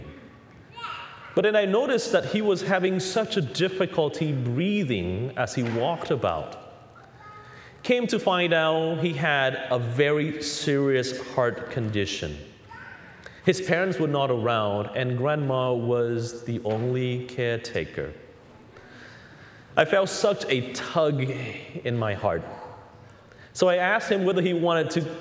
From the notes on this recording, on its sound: Recorded on The Holy Family Catholic Church in Orlando, Florida; THE HOME of CCTN - Catholic Television for Central Florida.